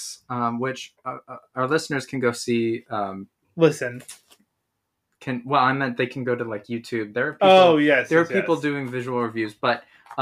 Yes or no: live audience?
no